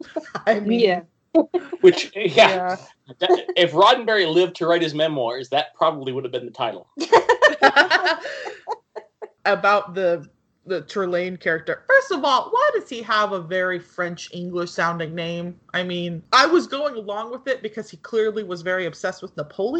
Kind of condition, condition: fault, poor sound quality